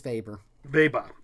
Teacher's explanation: Don't pronounce the R at the end too well.